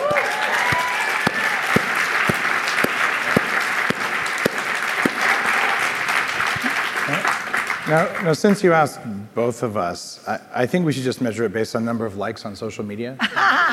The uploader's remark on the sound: Fireside chat. At the Upgrade Labs 6th Annual Biohacking Conference.